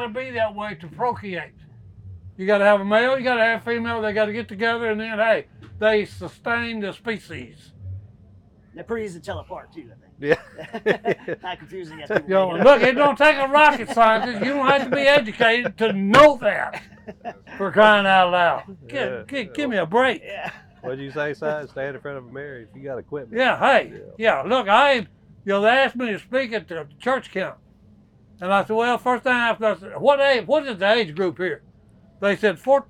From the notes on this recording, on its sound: in Maryville, Tennessee at the Smith & Wesson Grand Opening and Fall Festival